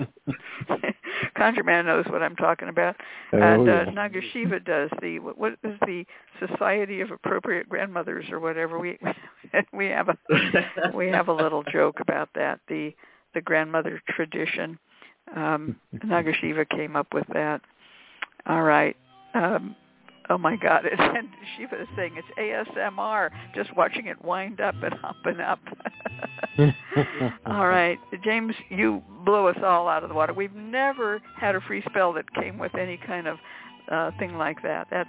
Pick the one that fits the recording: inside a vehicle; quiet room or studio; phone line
phone line